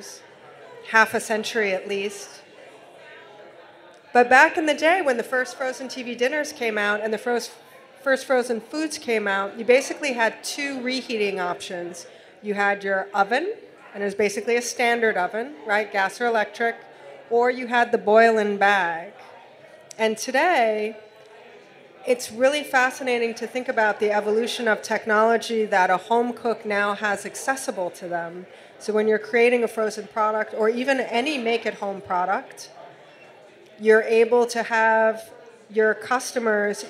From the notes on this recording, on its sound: Tech Bites Live at Industry City. Was recorded live at BIG aLICe Brewing Co.